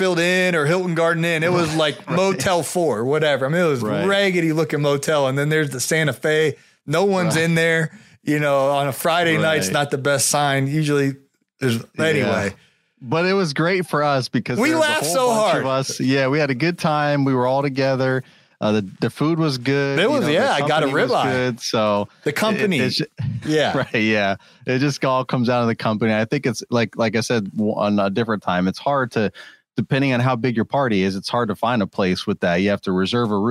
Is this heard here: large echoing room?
no